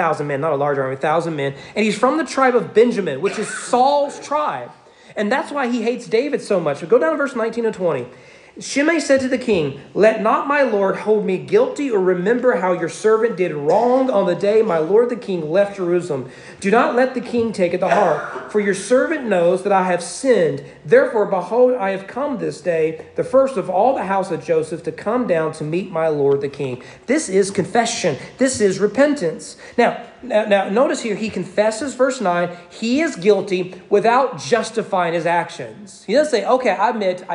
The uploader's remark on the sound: Sermon preached on September 25, 2022 during morning worship at East Frankfort Baptist Church